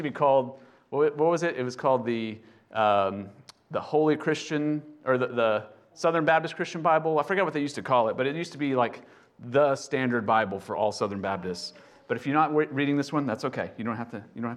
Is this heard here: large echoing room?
yes